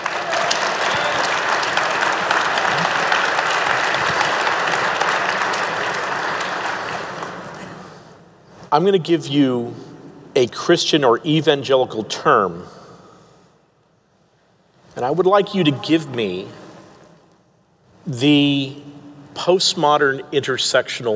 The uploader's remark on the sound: This panel discussion took place on January 16, 2019 at the Sovereign Nations 'Social Justice & The Gospel' Conference in Atlanta, Georgia. Preceding the G3 Conference.